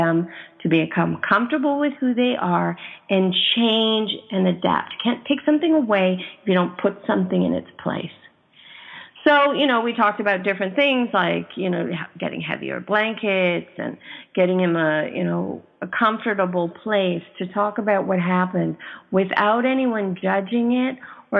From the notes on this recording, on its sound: calls us from the airport